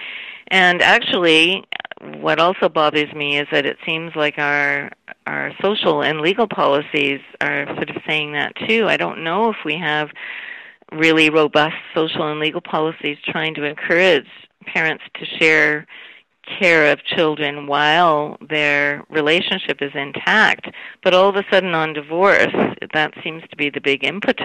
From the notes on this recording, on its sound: I spoke with her over the phone from her home in Vancouver.